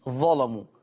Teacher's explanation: قرأ ورش بتغليظ اللام في اللفظ الآتي كلمة ظلموا، لأن اللام مفتوحة، لأن شرط تغليظ اللام أن تكون مفتوحة.